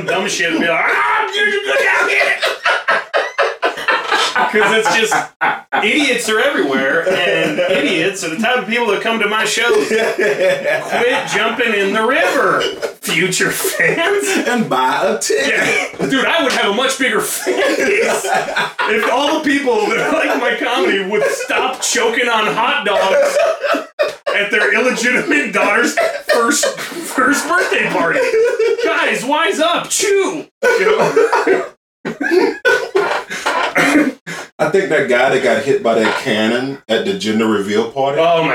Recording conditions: poor sound quality